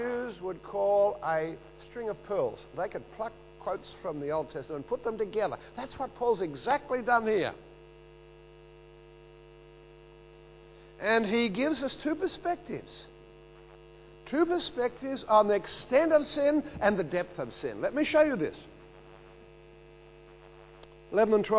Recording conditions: large echoing room